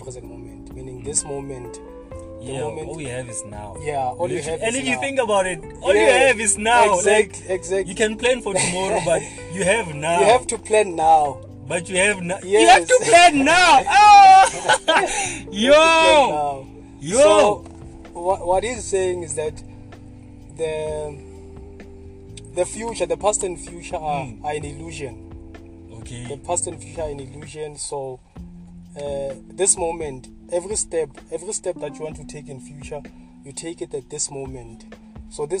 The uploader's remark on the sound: Please note this episode has some bit of cognitive dissonance and loud. It's sound loud so please set your volume properly. Otherwise, my studio was open hence the .